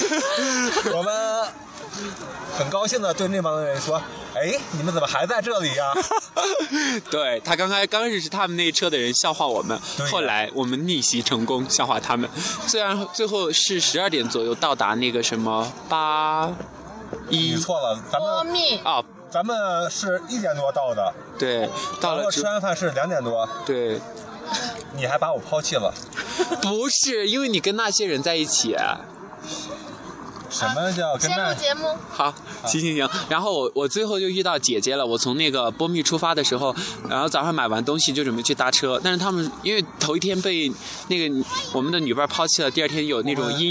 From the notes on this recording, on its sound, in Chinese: 西藏行 布达拉宫广场露天现场直播。